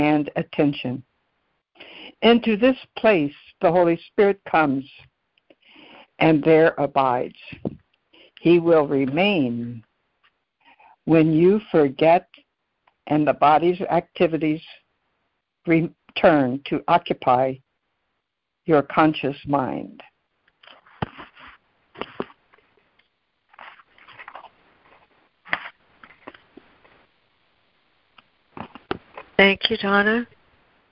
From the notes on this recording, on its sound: ACIM Daily Conference Call